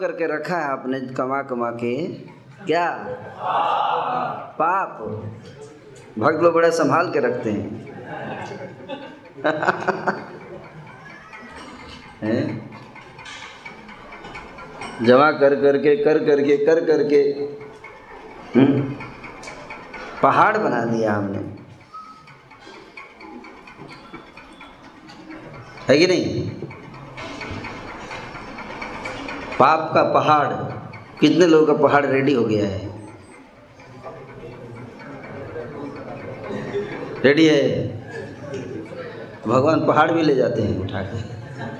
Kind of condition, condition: setting, live audience